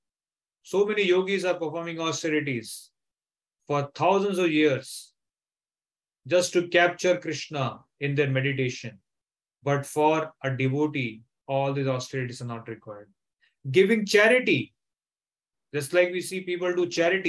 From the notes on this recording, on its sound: Zoom recorded class